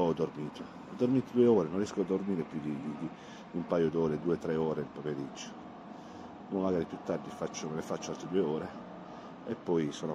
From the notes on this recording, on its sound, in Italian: In diretta dal parcheggio dell'Interporto di Bologna.